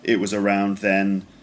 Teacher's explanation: So completely flat, doesn't go up or down. · Term: flat intonation pattern